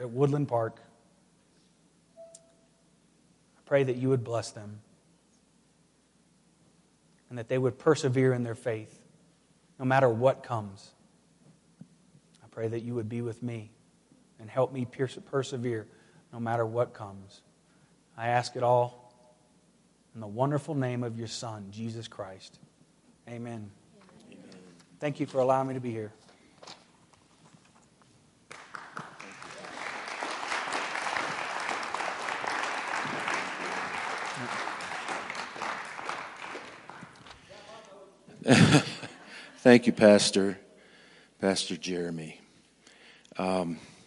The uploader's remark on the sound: Woodland Life Church Live